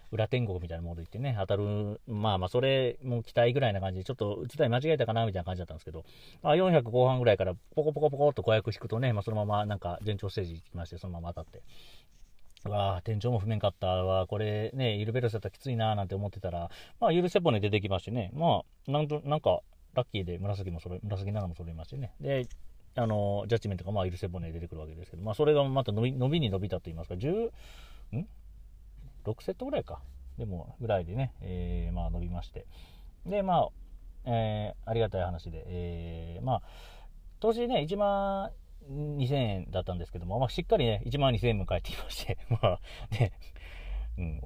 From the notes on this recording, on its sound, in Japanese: とあるお店の駐車場から、、1回録り！